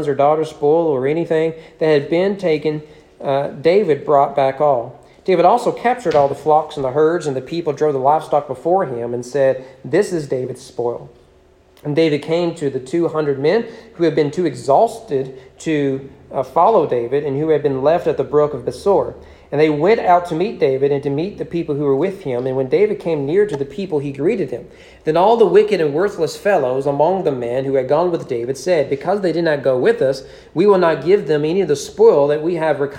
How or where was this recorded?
large echoing room